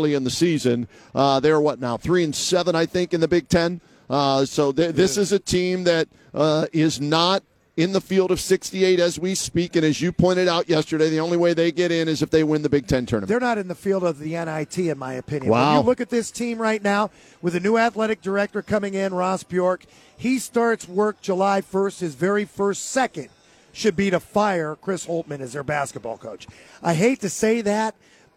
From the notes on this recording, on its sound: Gets underway live from Rocket Mortgage Fieldhouse ahead of tonight’s Cavaliers game against the Detroit Pistons.